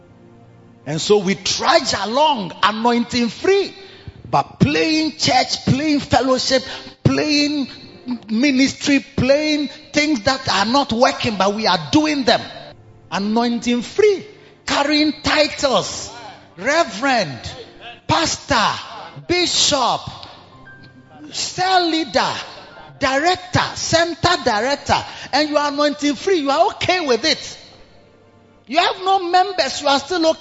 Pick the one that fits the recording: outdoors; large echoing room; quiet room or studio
large echoing room